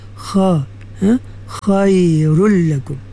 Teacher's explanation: Walaupun kha ni isti'la tapi dia bukan dia bukan itbaq, dia infitah ya, infitah. Jadi dia ke dalam keadaan yang keadaan dia tu dia tak terlalu, jangan baca khairul tak mau ya.